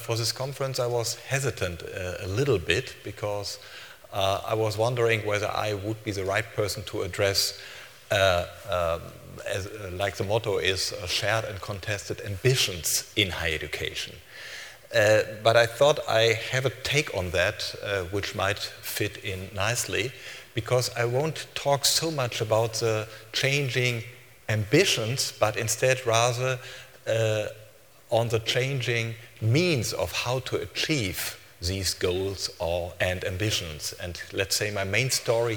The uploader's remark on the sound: keynote speaker at SRHE Annual Research Conference 2012